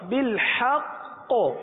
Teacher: وقف میں کلکلہ مشدد ادا ہوگا کیونکہ تشدید وقف میں باقی رہتی ختم نہیں ہوتی